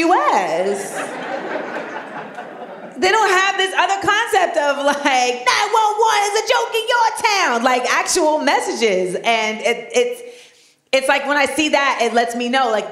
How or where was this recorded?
live audience